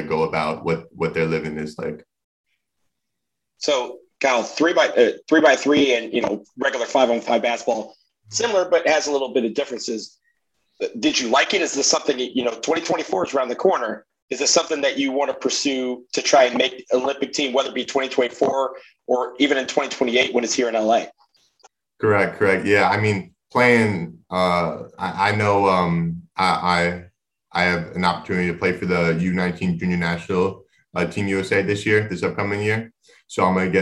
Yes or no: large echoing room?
no